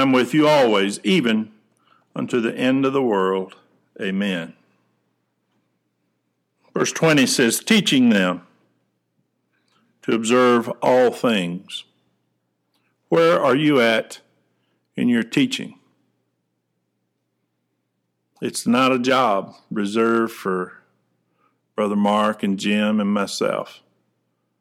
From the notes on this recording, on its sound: Preached February 23, 2020 at General Baptist Church God's House of Prayer in Fairborn, Ohio